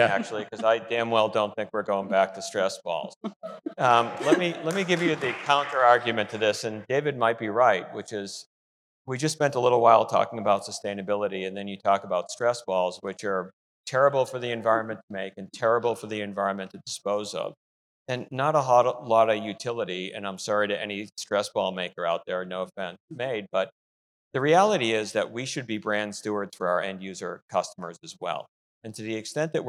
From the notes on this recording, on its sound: on stage to answer audience questions